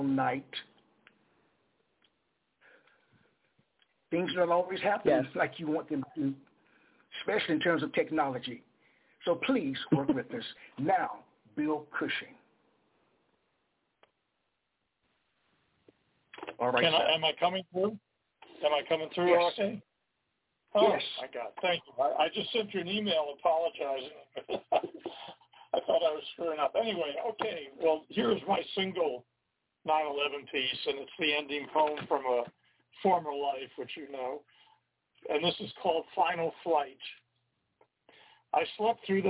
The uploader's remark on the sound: Some poets will be calling in live, sharing their verses directly with us. We will broadcast other poets reading their poems via MP3 audio files.